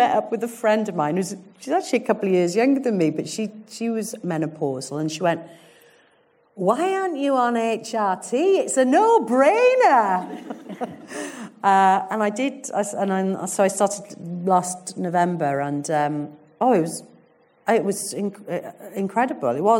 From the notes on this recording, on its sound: In the run up to Christmas I'll be dropping two special live episodes recorded live at the Birmingham Literature Festival earlier this autumn. In front of a live audience at the Birmingham Rep.